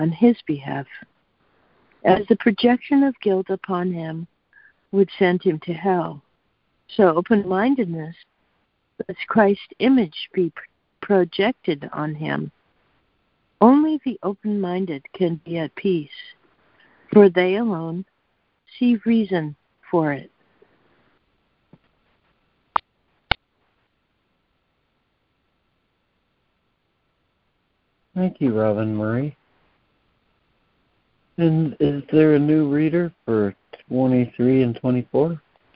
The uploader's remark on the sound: ACIM Daily Conference Call.